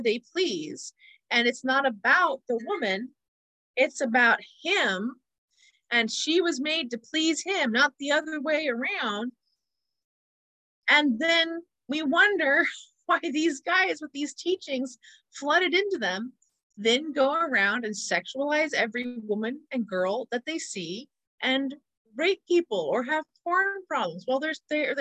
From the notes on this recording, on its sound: Please forgive the audio in this episode, technology was very much against me.